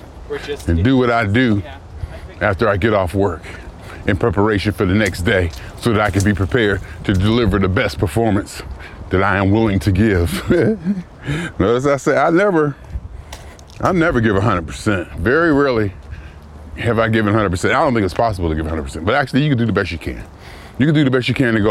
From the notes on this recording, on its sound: Me Walking Talking